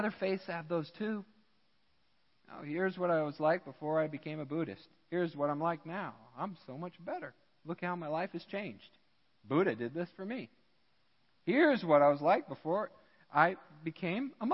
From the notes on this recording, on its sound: Midland Evangelical Free Church Sermon Audio